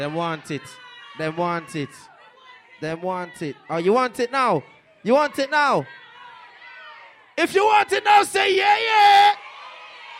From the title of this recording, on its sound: Live Soca Set 3Way March 4th 2017